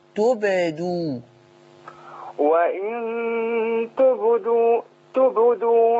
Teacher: انتبه إلى قلقلة الباء في كلمة وإن تبدو